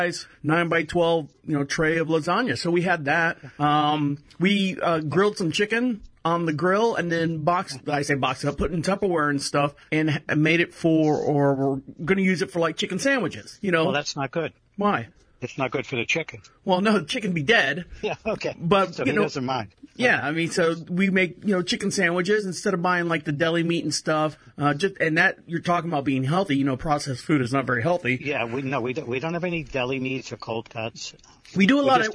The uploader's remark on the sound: This is a phone call